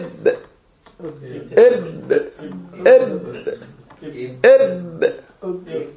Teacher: إذا متضامات هكذا نسميه صوت انفجاري أو صوت شديد